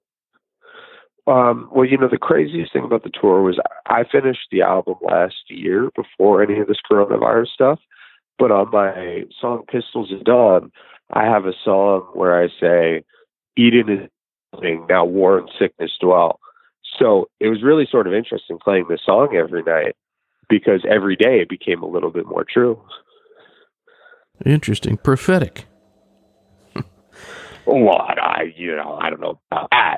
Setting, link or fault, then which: link, phone line